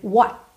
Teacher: Show me what, percebe aqui esse what, letra T, consoante oclusiva, pode aparecer pouco, muito pouco, quase nada, nada, então what. Eu ponho T lá, a minha língua no céu da boca, mas eu já encerro o som aqui, eu não preciso necessariamente fazer what, what, posso fazer what.